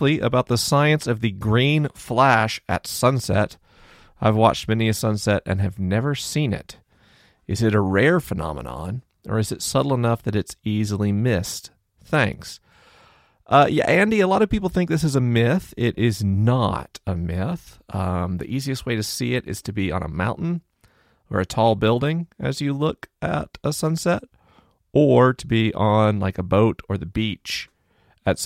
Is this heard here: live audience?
no